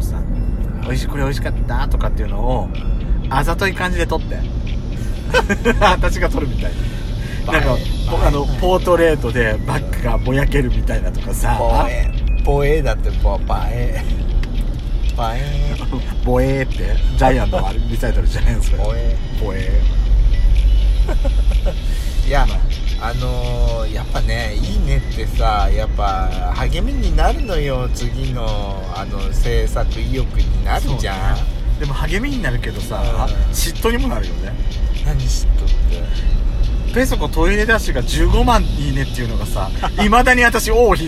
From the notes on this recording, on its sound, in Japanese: ドスドライブ収録。ロードノイズゴメンね。